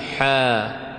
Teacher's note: فعندما ننطق الحاء نقول حاء بمقدار المد الطبيعي